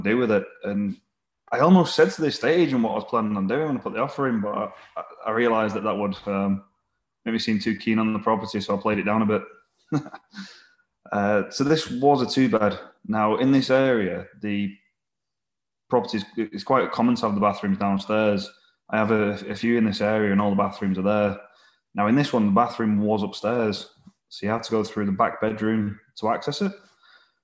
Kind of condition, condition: link, video call